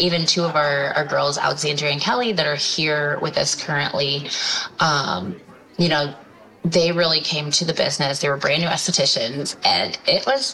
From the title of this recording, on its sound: Live From Strategies TBX23